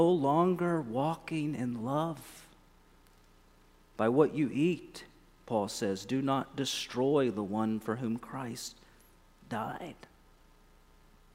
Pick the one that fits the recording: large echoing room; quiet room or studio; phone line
large echoing room